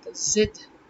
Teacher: In Hindi they cannot generally pronounce the z word, they would end up saying jid, you know. But it's zid.